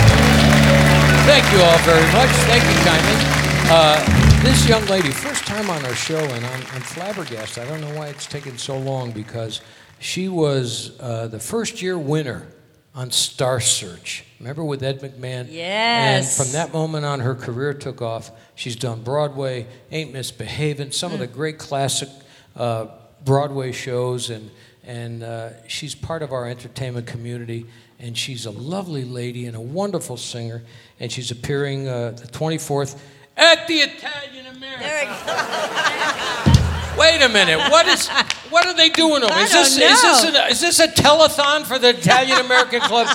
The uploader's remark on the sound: Live at the SouthPoint Casino